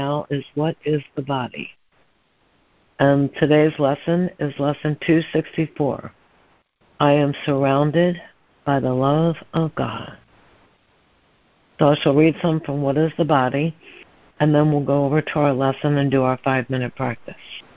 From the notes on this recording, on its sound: ACIM Daily Conference Call.